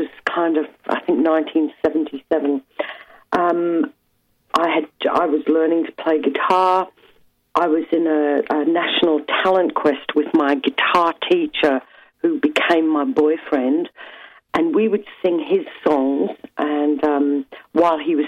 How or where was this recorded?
phone line